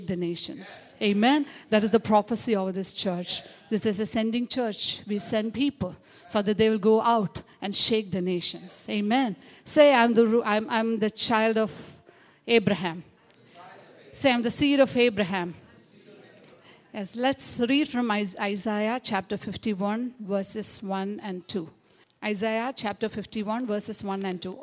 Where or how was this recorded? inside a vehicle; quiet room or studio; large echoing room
large echoing room